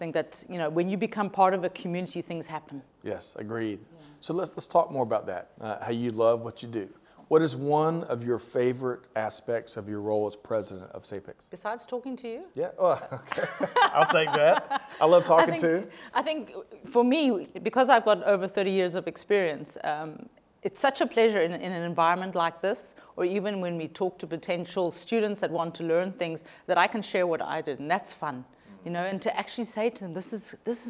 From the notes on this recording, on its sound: We continue coverage from the annual SAPICS 2023 Conference in Cape Town, South Africa.